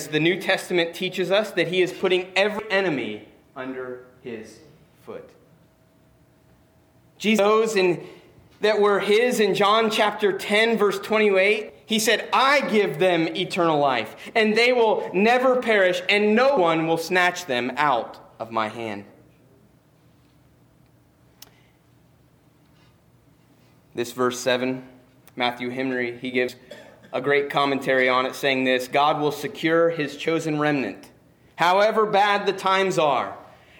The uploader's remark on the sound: Preached on 12-15-19 at Christian Fellowship Church